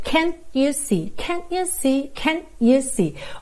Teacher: Às vezes, a gente também pode ter can't you see, can't you see, can't you see. Ou seja, eu posso usar esse T, que é uma consoante oclusiva, para realmente encerrar esse som e eu faço ali uma pequena pausa, que me dá uma marcação rítmica também muito legal.